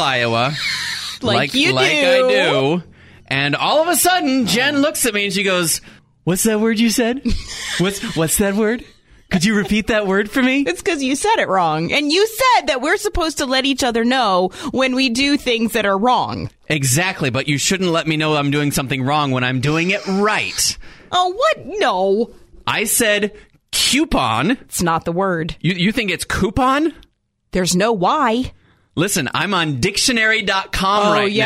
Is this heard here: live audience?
no